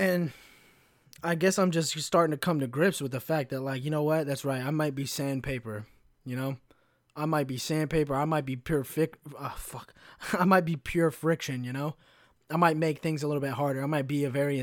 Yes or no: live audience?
no